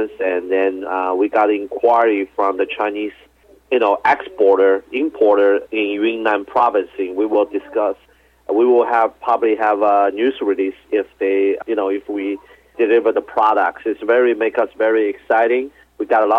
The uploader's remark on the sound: called in to SmallCapVoice.